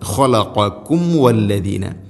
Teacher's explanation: സാക്കിനായ മീമിന് ശേഷം വ, രണ്ട് ചുണ്ടുകൾ തമ്മിൽ തട്ടിച്ച് മീമിനെ പൂർണ്ണമാക്കി ഉച്ചരിക്കണം.